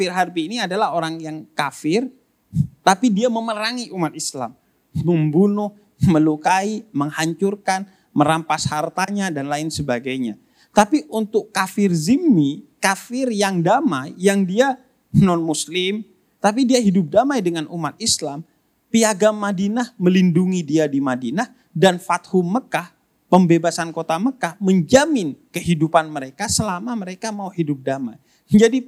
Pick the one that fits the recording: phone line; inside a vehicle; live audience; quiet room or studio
live audience